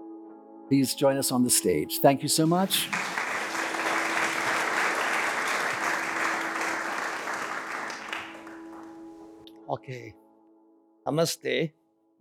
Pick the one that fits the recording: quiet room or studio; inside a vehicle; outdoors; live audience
live audience